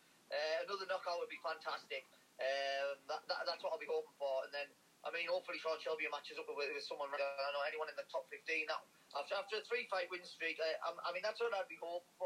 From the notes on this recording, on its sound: via phone call